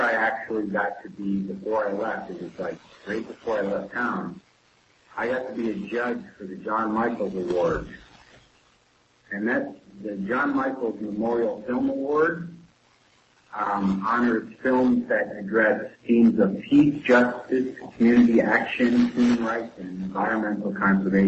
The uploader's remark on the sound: Due to technical difficulties, there are audio distortions and a slightly early ending. Audio quality will improve eventually!